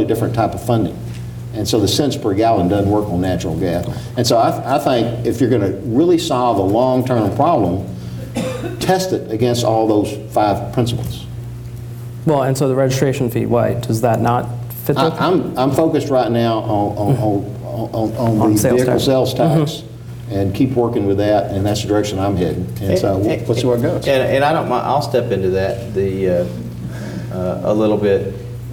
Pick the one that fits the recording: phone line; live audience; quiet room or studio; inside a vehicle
live audience